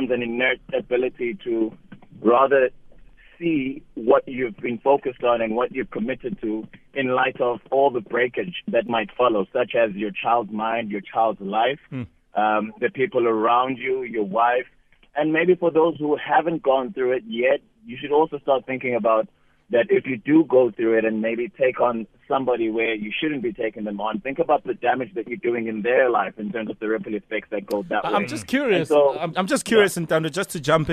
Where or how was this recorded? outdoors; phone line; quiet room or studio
phone line